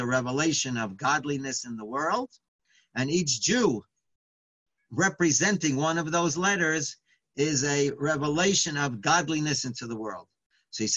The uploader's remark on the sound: Live On Zoom: 7-12-2020